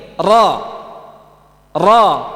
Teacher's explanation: Makhrajnya itu ujung lidah nempel di gusi, ya, dohernya, dohr ujung lidah. · Term: huruf ra yang fathah